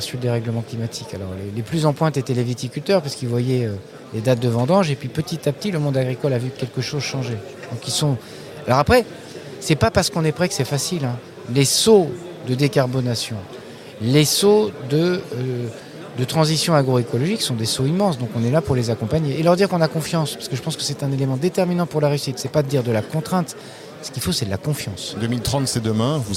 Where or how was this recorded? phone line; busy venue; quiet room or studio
busy venue